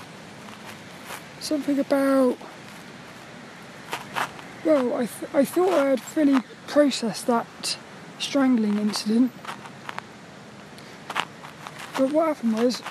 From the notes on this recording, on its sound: This 'About The Tings' episode is a Walk and Talk. I got to play on the swings.